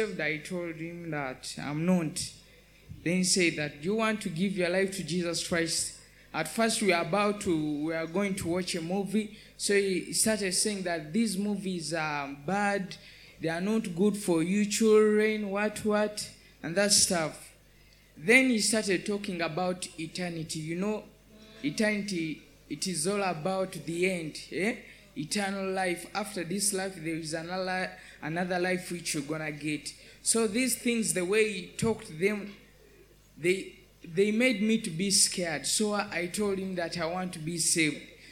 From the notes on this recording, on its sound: Panel Session :: Ablaze Youth Conference 2023 :: Day 2 :: Afternoon Session. During the afternoon session of Day 2 of Ablaze Youth Conference 2023, we had a panel session.